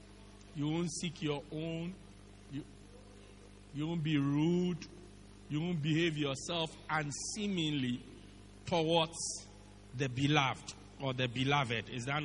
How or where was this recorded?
large echoing room